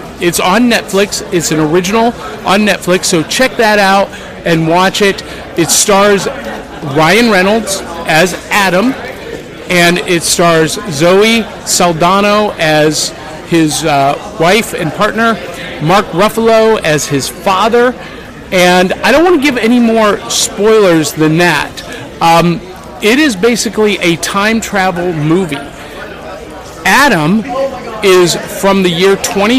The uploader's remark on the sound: live from Nashville Comic & Toy day